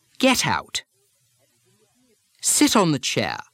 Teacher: when the next word starts with a vowel, the T often seems to carry over to the next word.